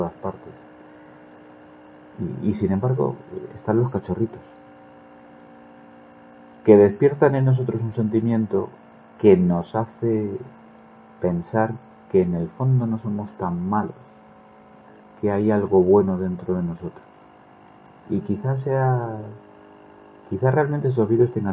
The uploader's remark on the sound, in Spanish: Una reflexión improvisada, hecha sobre la marcha, con una calidad de sonido vergonzosa.